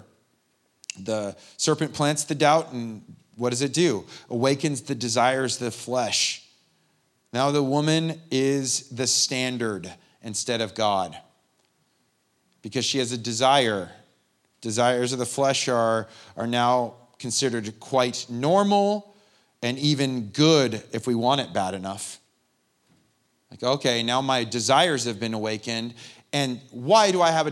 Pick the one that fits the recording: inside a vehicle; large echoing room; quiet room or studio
large echoing room